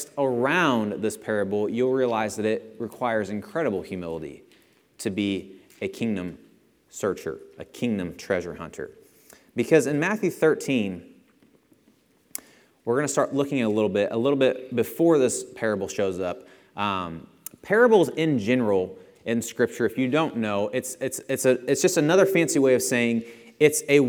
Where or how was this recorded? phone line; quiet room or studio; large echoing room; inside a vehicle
large echoing room